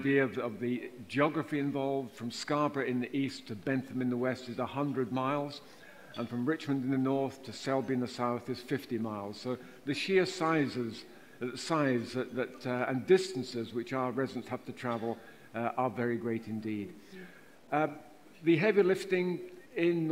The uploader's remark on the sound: a special live recording of the Transport for the North Podcast at the #TfN21 Annual Conference event in Leeds